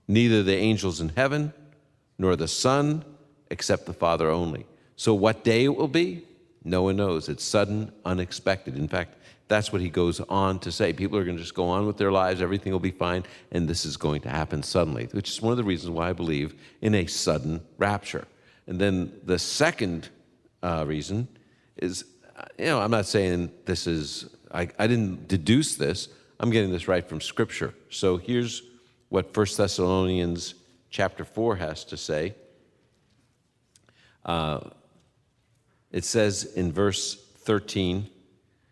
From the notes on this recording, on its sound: On the Road in Indy. Open Line comes to you via Castleview Church in Indianpolis this weekend. Our live audience asks their questions.